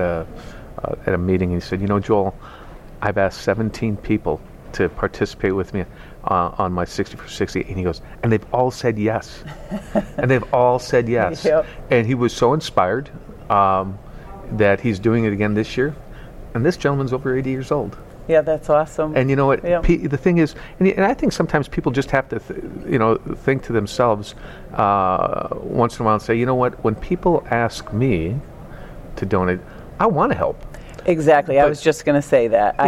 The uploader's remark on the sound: Live at #2018AAC